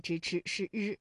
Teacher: 舌尖向上翘起，和音腭的前部相接触，气流受阻，构成了辅音 · Term: 翘舌音